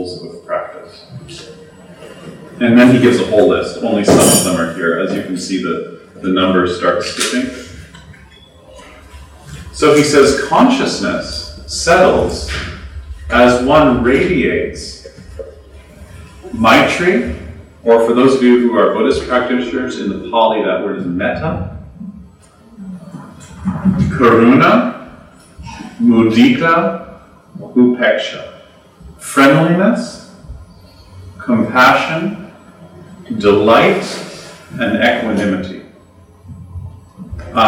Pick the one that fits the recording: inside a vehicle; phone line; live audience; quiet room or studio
live audience